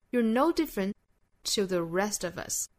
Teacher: different 尾部的 t 省掉，跟后面 to 的 t 是重复的哈，所以我们只留一个